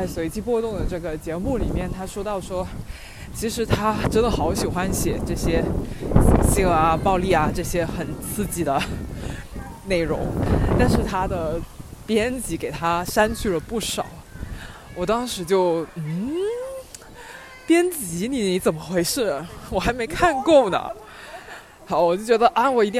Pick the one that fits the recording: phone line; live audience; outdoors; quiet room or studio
outdoors